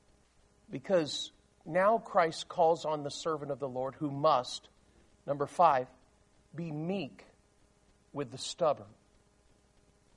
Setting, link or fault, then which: setting, large echoing room